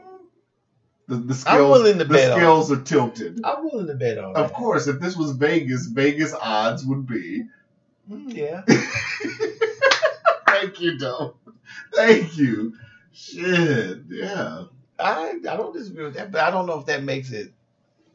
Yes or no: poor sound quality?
yes